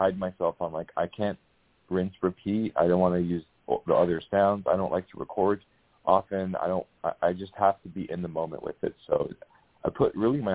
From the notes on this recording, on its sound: Talk with previously recorded callers. THIS SHOW WAS PREVIOUSLY RECORDED. In this previously recorded episode on Blog Talk Radio.